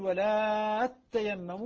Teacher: البزي يقرأ بإدغام التائين فتصبح تاء مشددة إذا وصلت بما قبلها. بما قبلها طبعا حالة إذا الوصل.